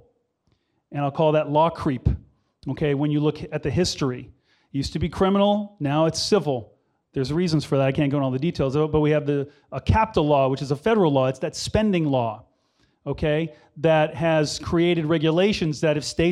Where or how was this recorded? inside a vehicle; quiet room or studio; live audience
live audience